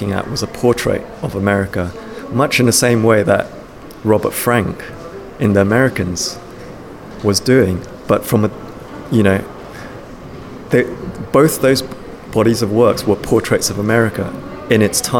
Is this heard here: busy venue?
yes